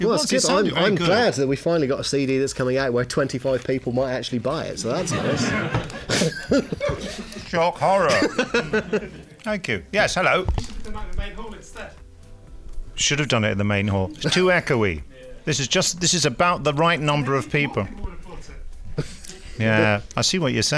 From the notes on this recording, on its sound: The podcast team report in live from Big Finish Day 3, where a lone Dalek marauds the corridors.